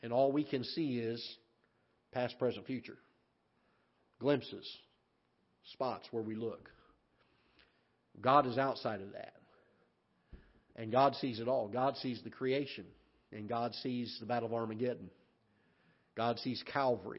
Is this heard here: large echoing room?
yes